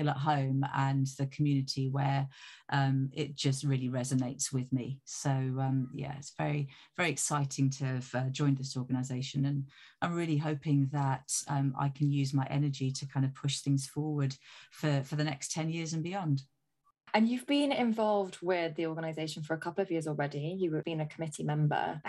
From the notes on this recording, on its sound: Like all of our episodes, this was recorded remotely.